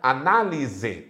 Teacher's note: o S pode ter som de Z, como na palavra análise